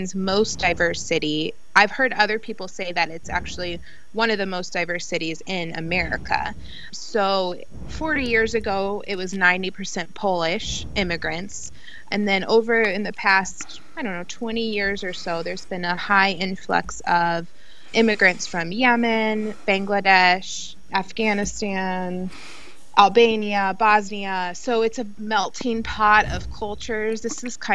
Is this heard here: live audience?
no